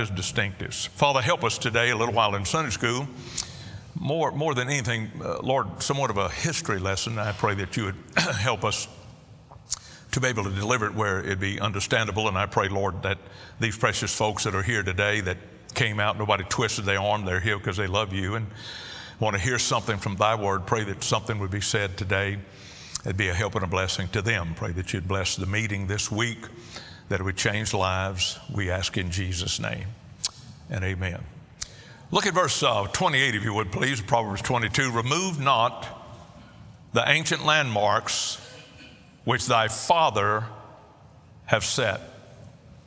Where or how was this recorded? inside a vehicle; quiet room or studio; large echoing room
large echoing room